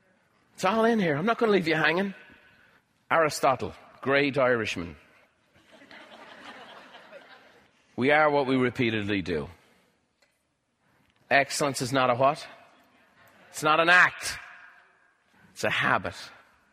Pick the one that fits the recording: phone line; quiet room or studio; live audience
live audience